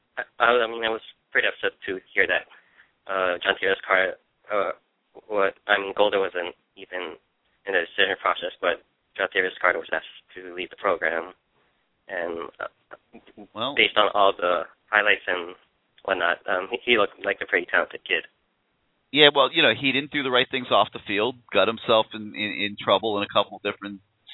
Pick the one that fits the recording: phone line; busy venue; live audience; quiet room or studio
phone line